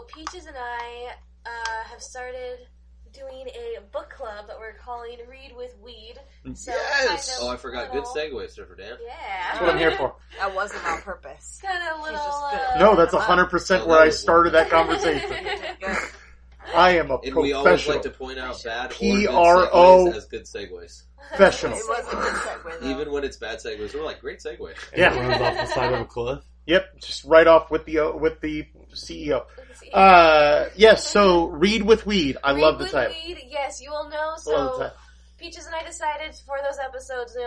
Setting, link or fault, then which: fault, background noise